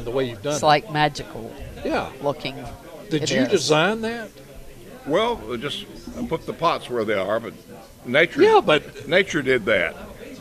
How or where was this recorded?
busy venue